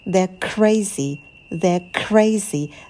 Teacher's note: Мы произносим тише, спокойнее, подпрыгнули на слове crazy.